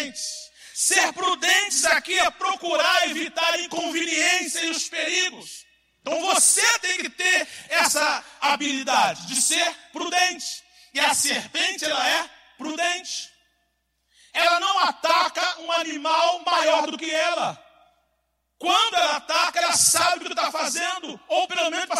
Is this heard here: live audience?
yes